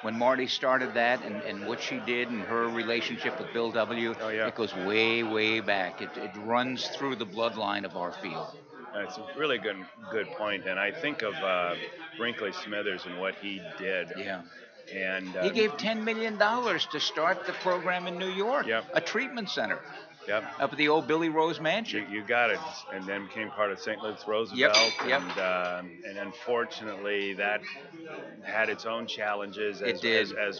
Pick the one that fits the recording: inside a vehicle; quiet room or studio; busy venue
busy venue